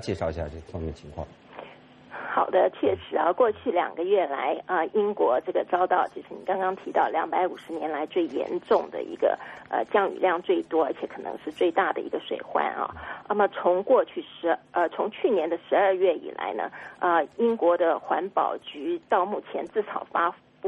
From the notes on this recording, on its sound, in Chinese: 电话连线。